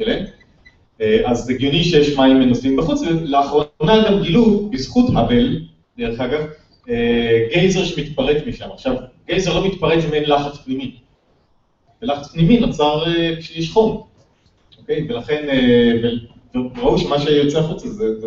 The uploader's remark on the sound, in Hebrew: פרק מול קהל חי בכנס עולמות